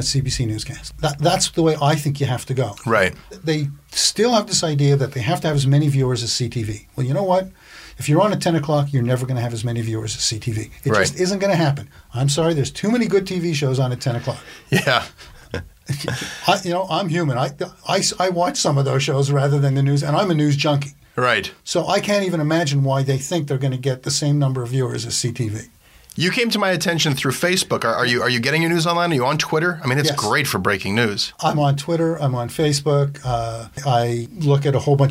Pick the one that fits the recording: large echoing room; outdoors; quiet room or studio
quiet room or studio